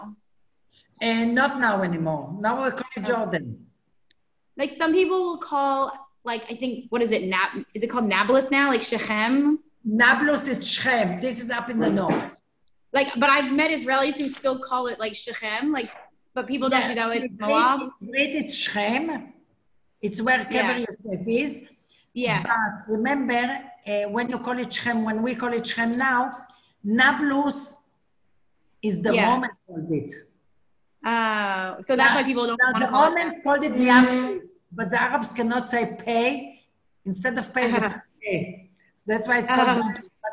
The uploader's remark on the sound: Zoom Class